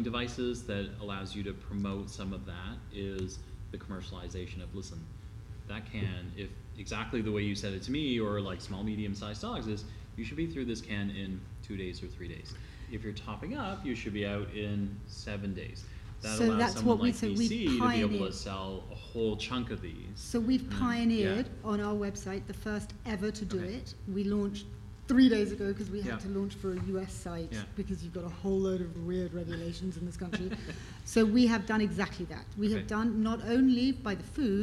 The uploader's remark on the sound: BARK YOUR BIZ LIVE AT GLOBAL PET EXPO 2019.